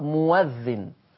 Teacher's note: مش مؤذن الهمزة مفتوحة، يبقى هيبدلها واو مفتوح بدليل ان قبلها حرف مضموم اللي هو الميم المضموم، فتقرأ مؤذن.